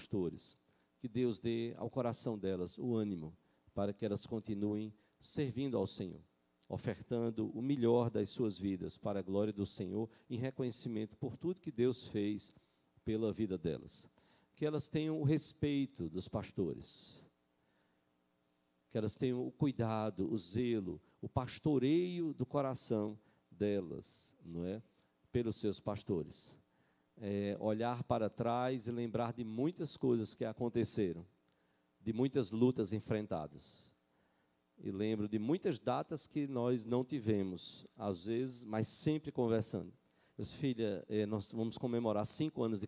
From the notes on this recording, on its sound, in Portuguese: Culto matinal(9h) presencial e transmitido ao vivo